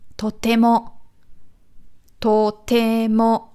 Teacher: es ist nicht betont auf dem T, auf dem To am Anfang und auch nicht auf dem Mo am Ende, sondern auf dem T.